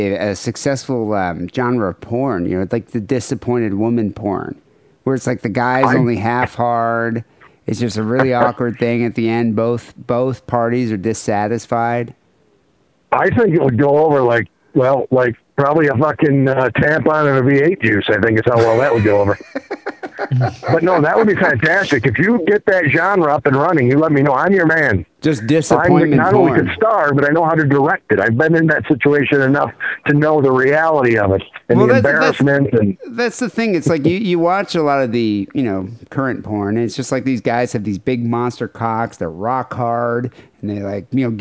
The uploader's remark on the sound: Phone calls.